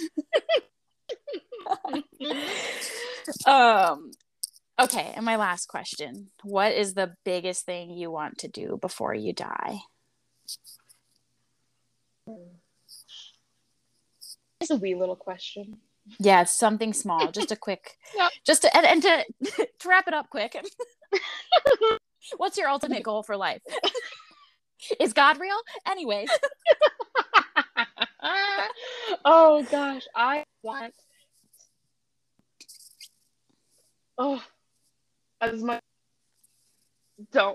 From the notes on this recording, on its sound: The audio in this conversation is unfortunately pretty choppy. If you made it through the choppy audio, I applaud you.